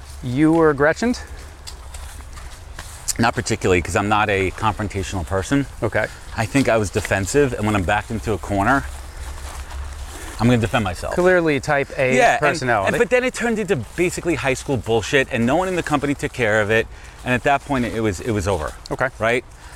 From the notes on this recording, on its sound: I can honestly say that this was my first ever podcast that was recorded while on a 4-mile hike. Hiking a moderate trail on the North Shore of Long Island.